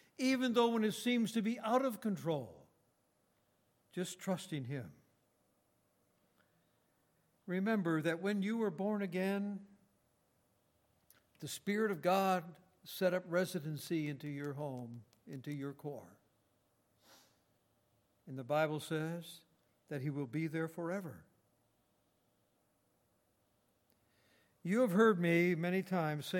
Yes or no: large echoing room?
yes